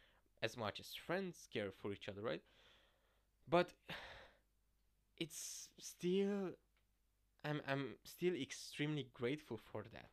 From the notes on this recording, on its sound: the sound is too low despite my actually taking time to record this properly